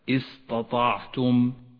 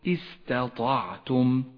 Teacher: لاحظ تتالي حرف التاء مع حرف الطاء في كلمة استطعتم استطعتم فاحذر من تفخيم التاء لأنها ستختلط بالطاء التي بعدها · Shown in: second take · هكذا استطعتم خطأ شائع صوابه أن تقول استطعتم بإعطاء كل حرف · Term: الترقيق